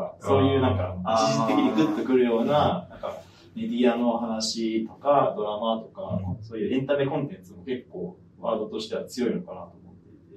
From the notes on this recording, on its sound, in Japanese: Voicyオフィスで出張収録！マイク収録うまくいってなくてスマホの音になっちゃったごめん。